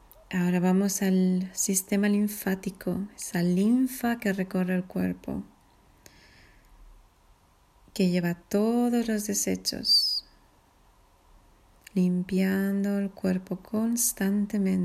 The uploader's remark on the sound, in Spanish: Con sonido de olas de fondo.